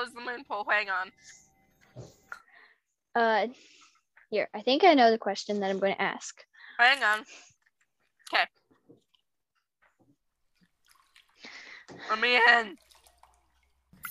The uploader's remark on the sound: Sorry for the bad noise and text noise lol, We forgot to mute it and nothing was working.